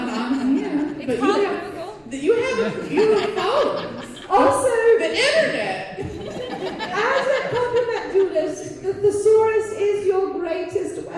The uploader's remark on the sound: Recorded live at Wild Wild West Con 11.